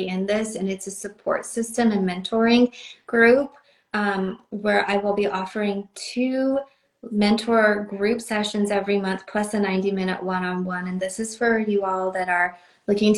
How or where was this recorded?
video call